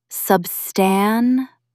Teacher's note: Stress the middle syllable.